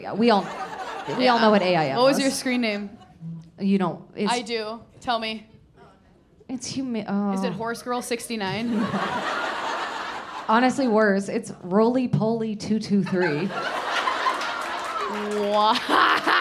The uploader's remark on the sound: LIVE IN BOSTON